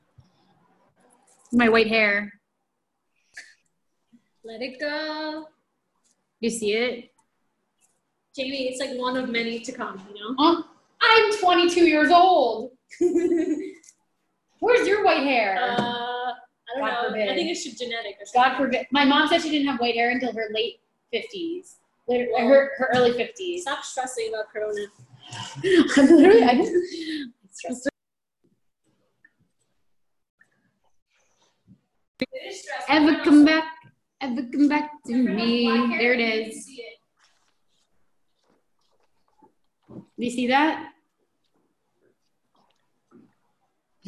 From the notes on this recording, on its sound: Zoom Classes